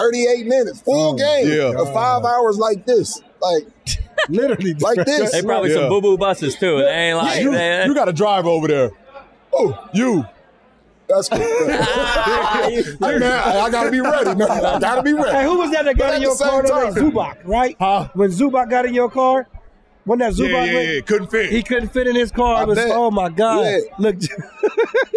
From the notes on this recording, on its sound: This episode of Podcast P was taped in front of a live audience during All-Star Weekend in Indianapolis.